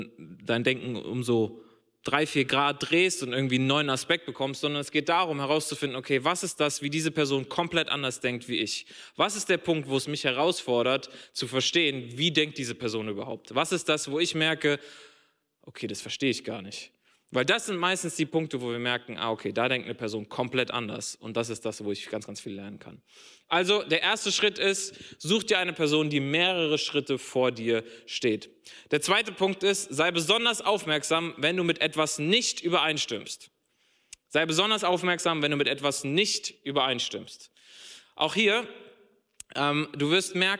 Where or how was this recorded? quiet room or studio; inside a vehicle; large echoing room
large echoing room